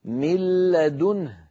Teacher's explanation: كان النطق قبل الإدغام من لا، نون ساكنة بعدها لام، بعد أن أدغمنا النون في اللام صار النطق بلام مشددة